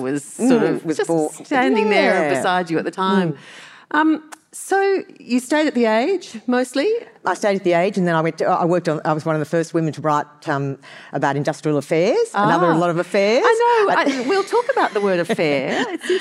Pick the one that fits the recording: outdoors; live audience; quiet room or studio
live audience